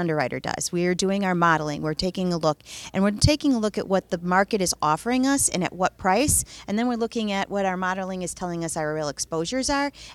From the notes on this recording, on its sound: spoke with AM Best TV at the annual Vermont Captive Insurance Association conference in Burlington